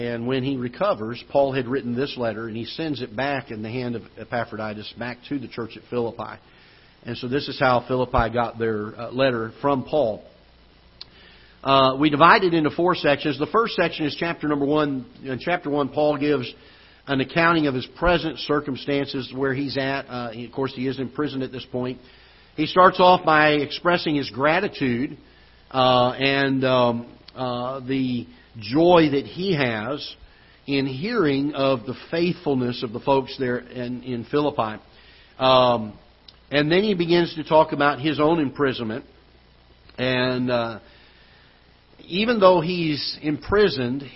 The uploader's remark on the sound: Ketha Heights Baptist Church ~ Live Broadcast